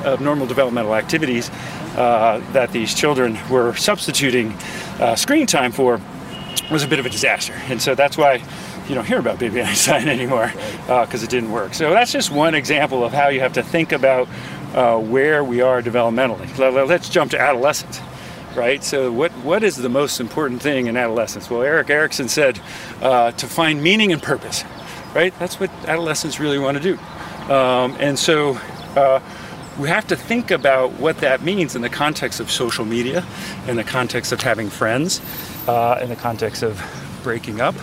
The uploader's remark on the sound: Takin A Walk in the Public Garden in Boston